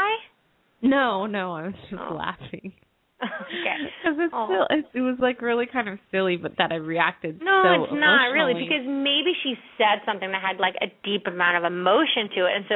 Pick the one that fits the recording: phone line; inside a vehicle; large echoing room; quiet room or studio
phone line